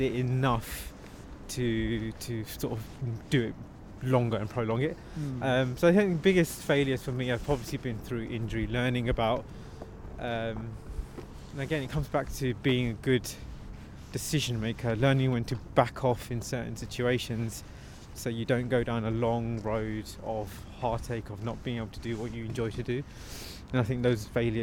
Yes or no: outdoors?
yes